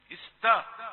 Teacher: يأتي بالتاء مرتفعة قليلا واخذ جزءا من التفخيم، استا يعني بين التاء والطاء.